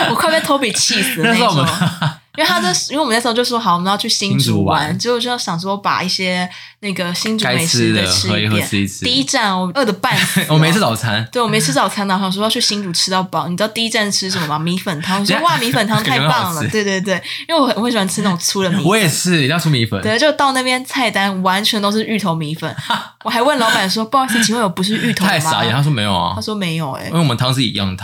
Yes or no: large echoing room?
no